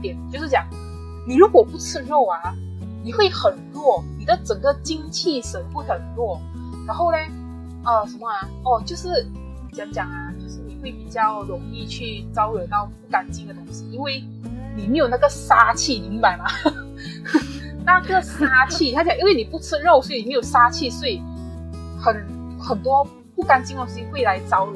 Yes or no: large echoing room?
no